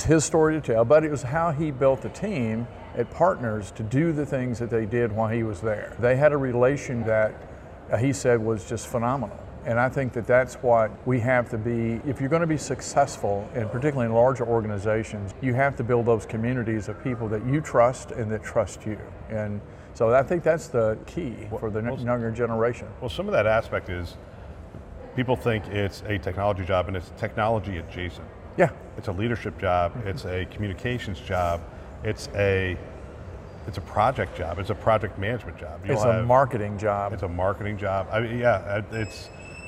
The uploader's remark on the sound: Interview in Action live from CHIME